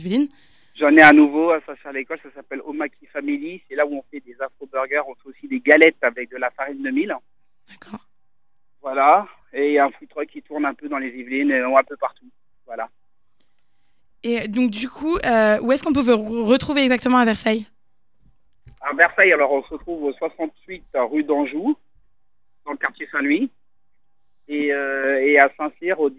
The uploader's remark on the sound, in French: Fondateur du restaurant O'Maquis à Versailles est avec nous au téléphone.